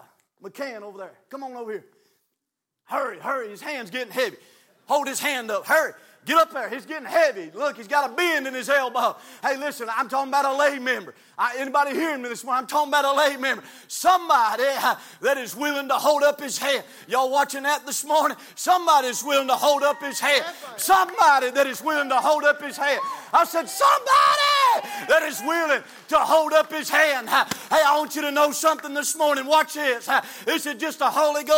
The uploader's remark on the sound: from the pulpit of Calvary Baptist Church